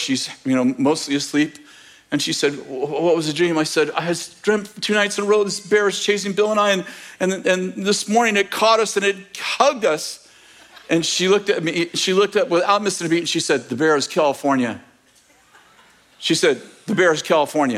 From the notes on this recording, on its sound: In this message from May 21st, 2023, at Bethel Church in Redding, CA